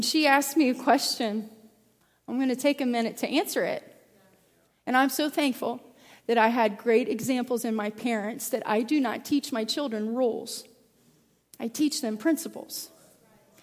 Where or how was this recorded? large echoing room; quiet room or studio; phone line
large echoing room